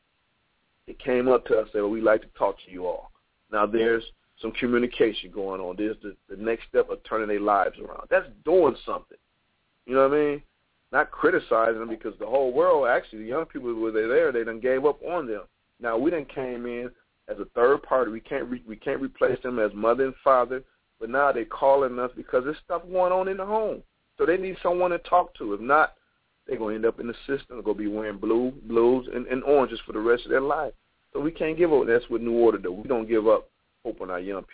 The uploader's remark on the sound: open up the phone lines